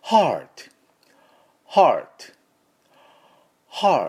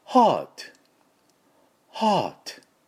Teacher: ょっと疲れた時にはぁーと喉の奥からはぁーと息を吐きますよね。はぁー疲れた、この感じなんです。はぁーで、アメリカの音ですとこのはぁーっていうのに少し R を入れて、舌をはぁーって言った後にちょっと舌を巻いて · Shown in: first take